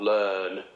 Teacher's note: just drop the burr out and just sing that sort of mixed vowel French sound · Term: unburred backward epsilon